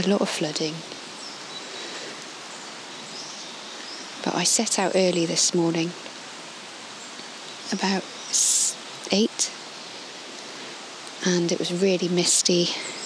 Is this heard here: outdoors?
yes